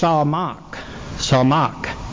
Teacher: it's pronounced samach, samach, emphasis on the last syllable